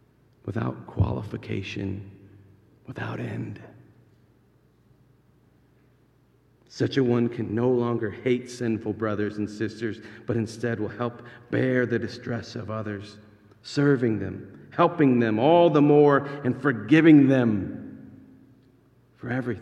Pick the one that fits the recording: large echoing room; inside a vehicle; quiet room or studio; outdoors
large echoing room